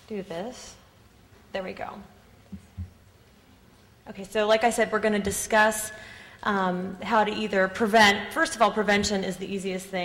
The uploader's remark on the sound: Audio podcast from the 6th Annual Fall Coference in Tampa, Florida.